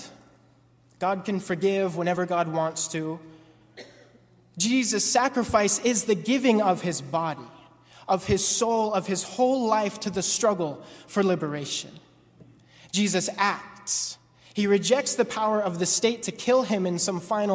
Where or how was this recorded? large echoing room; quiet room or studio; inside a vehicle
large echoing room